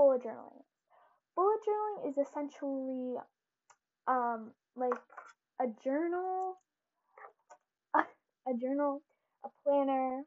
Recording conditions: background noise